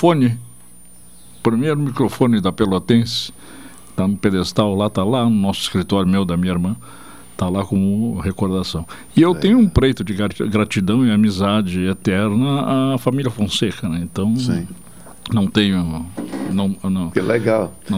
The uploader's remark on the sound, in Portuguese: No estúdio. Por telefone.